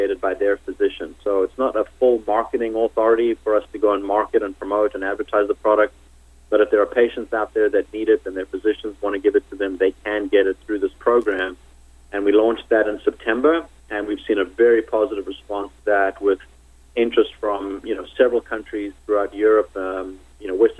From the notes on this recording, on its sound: called in to SmallCapVoice.